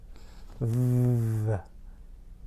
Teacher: V is voiced. My vocal cords move when I make the sound.